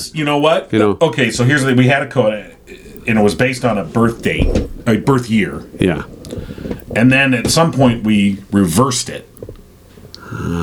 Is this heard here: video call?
no